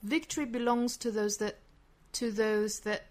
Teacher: 一定要注意在这三个虚词停留的时间是更短的，而且呢用的力气是最弱的，语调也是哒哒，而且非常快的就过渡过去了。 To those that, to those that,后面 believe in it the · Term: 弱读